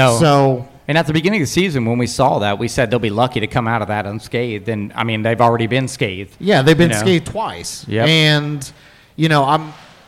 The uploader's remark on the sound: Purdue Pre-Game LIVE from Turtle Creek Tavern.